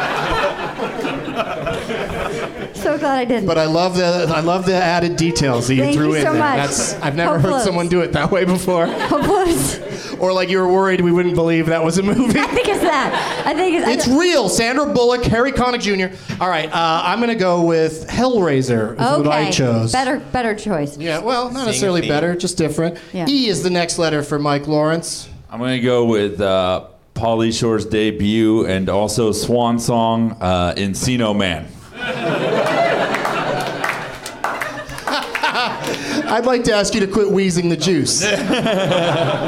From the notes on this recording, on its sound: Live from the NerdMelt Showroom in LA